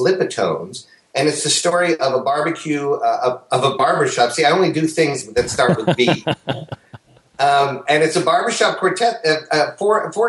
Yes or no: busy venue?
no